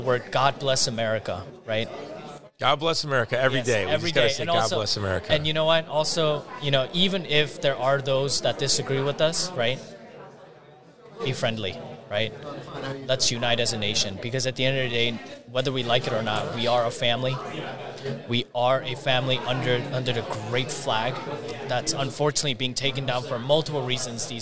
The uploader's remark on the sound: More interviews at the International Religious Freedom Summit on Location in Washington DC